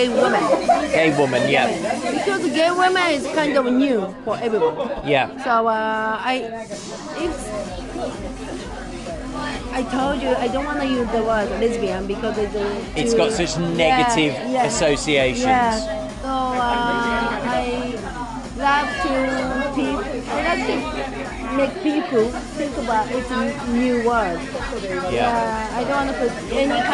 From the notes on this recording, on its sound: Recorded in Heathrow airport and two very different bars in Tokyo. Sip Negronis in the departure lounge. Finish their first night at a women-centric bar called Gold Finger, where they interview the owner.